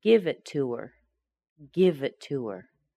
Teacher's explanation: remember, we're going to remove the H from the her.